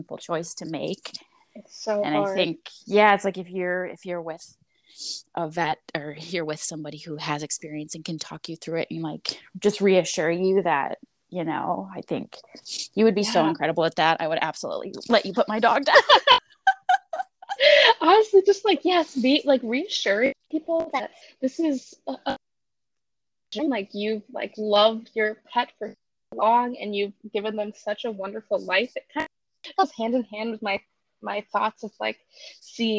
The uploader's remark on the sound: The audio in this conversation is unfortunately pretty choppy. If you made it through the choppy audio, I applaud you.